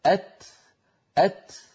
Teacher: الكاف والتاء شديدة ومهموسة، والشدة انحباس الصوت، والهمس جريان النفس · Term: شديدة مهموسة